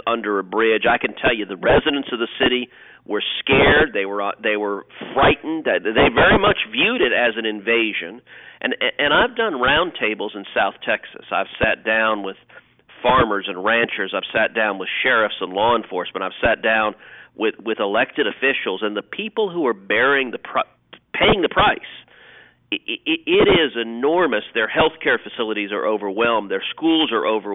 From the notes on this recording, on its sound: takes your phone calls